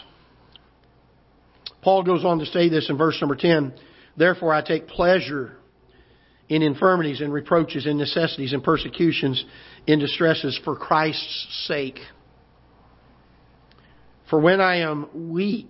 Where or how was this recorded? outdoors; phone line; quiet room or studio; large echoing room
large echoing room